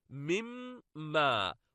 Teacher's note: ليس للنون ذكر مما، وقد صارت غنة لأن الإدغام هنا ناقص لا كامل